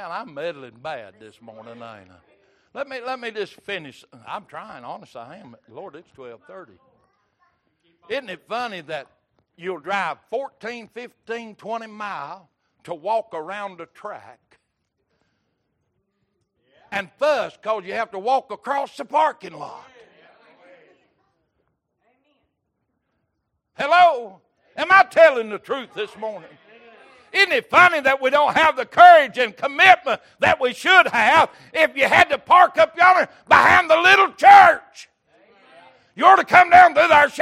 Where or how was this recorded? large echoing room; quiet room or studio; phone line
large echoing room